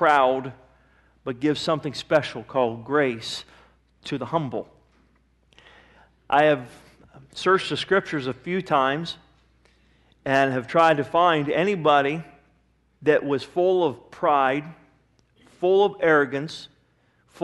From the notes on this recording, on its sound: Sermon was recorded April 19, 2009 at Northside Baptist Church of Elkhart, Indiana